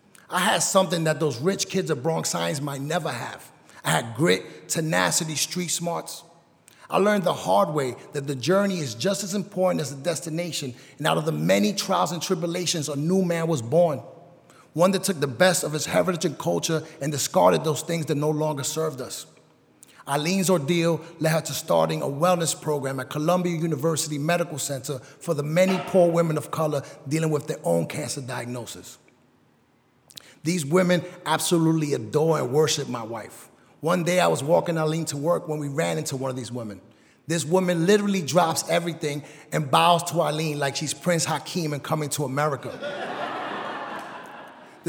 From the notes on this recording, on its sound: A special episode live from the United Palace in Washington Heights, New York.